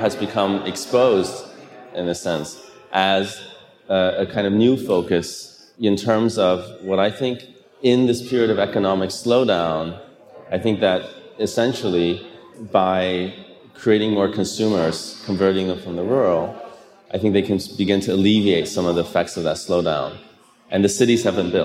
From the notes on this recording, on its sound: Part of "Next Up", Archinect's first live-podcasting event series, hosted at the Chicago Cultural Center during the Chicago Architecture Biennial's opening weekend.